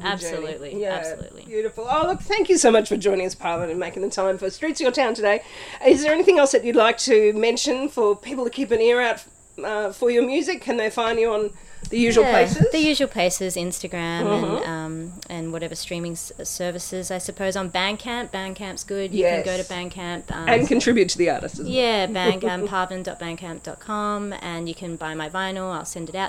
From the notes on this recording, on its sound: from the streets of the Woodford Folk Festival